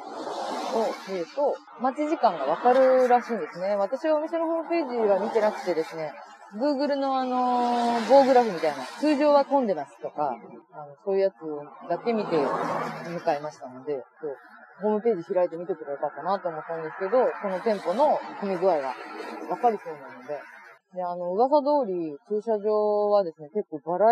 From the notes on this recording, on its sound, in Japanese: お散歩しながらの収録のため聞き取りづらい場面があると思いますがご了承願います